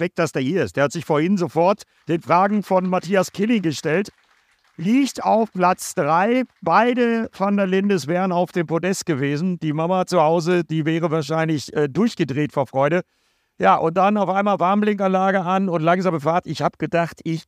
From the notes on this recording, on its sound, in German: live auf der Bühne am Norisring zur DTM